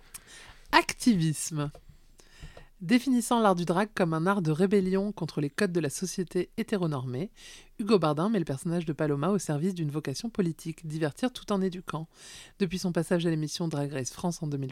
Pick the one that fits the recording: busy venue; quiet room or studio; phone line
quiet room or studio